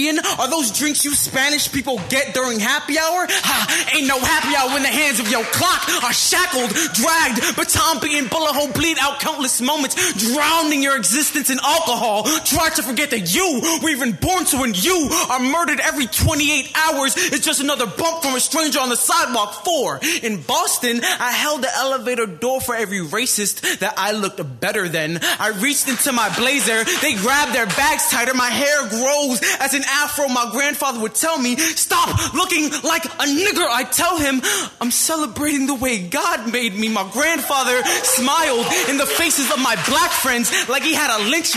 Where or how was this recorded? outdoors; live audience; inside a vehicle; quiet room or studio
live audience